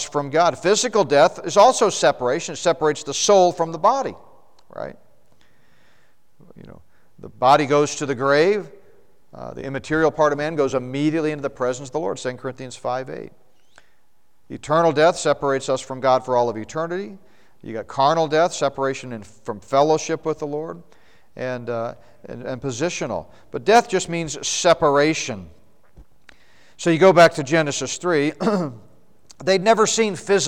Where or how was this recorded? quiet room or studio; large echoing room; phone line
large echoing room